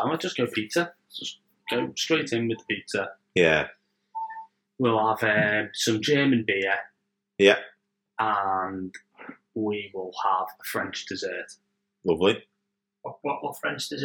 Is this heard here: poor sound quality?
yes